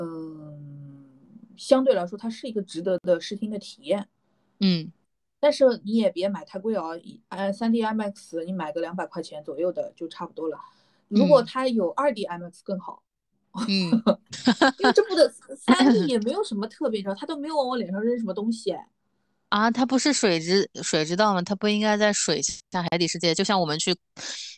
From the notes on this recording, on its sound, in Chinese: 所以采用了线上录制的形式。没花钱的腾讯会议。